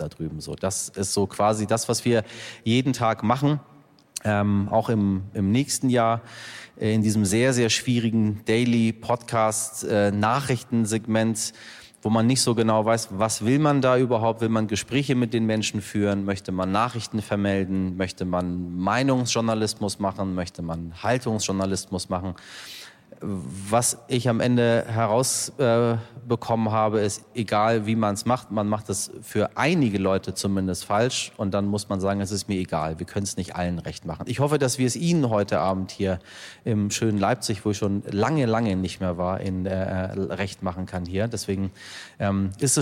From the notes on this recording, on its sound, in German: Live aus Leipzig. Das ist nur eines von vielen Themen beim allerersten Live-Podcast von "heute wichtig" vor 200 Menschen.